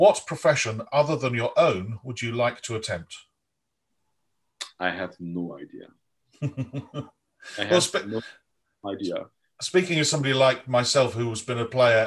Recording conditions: video call